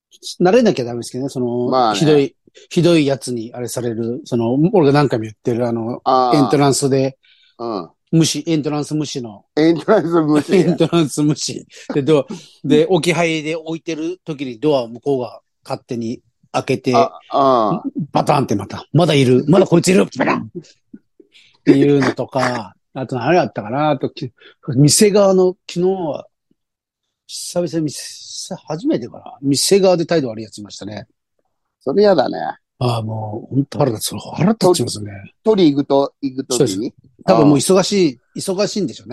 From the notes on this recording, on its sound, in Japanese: ZOOMで収録